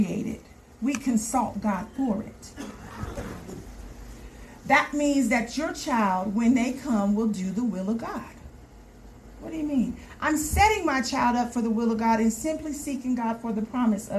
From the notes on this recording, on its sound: This message was preached at Sure Foundation Community Fellowship Church.